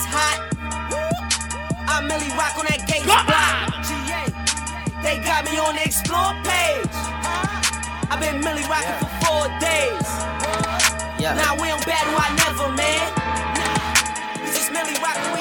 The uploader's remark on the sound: Live Juggling Trenton Nj Candle Light Lounge Black Friday 2016